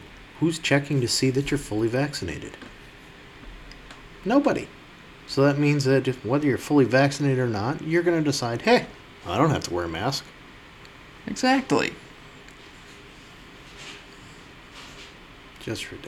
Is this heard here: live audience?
no